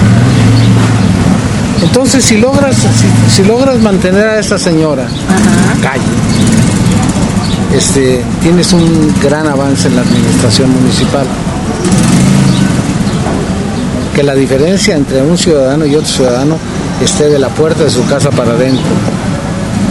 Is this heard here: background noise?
yes